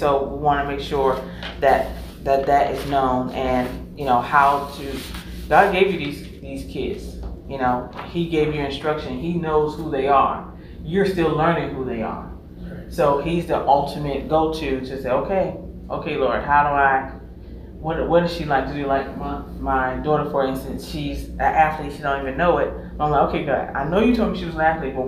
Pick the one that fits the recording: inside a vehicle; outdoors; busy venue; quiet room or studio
busy venue